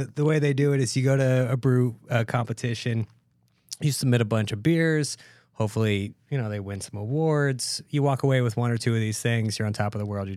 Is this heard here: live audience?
no